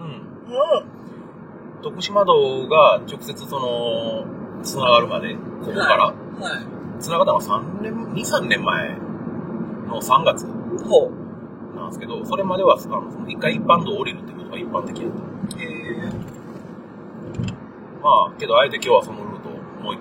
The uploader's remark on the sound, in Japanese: 車の中第2弾。ドライブな2人をお届けします。